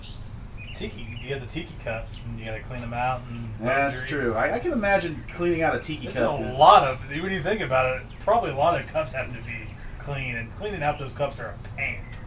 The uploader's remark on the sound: We're also still outside so we apologize for any sketchy audio.